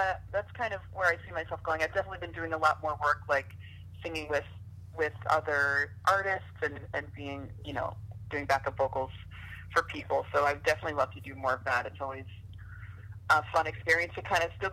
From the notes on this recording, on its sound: Interview via phone